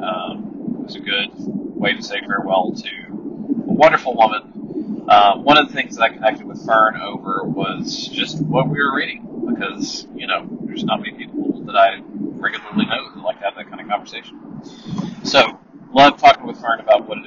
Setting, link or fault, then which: fault, poor microphone